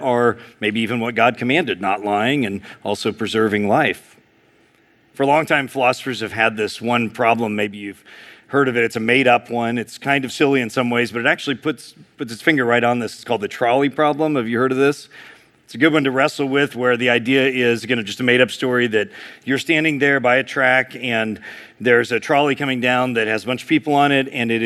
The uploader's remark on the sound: Preached in February 2023 at Sojourn East.